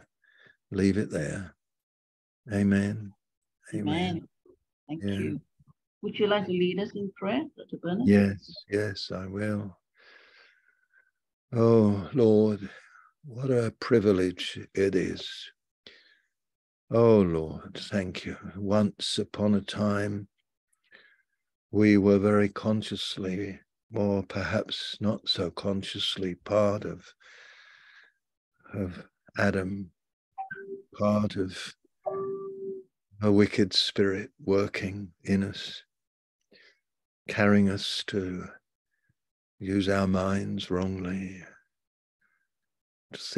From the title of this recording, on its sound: Malaysia Meets (Zoom)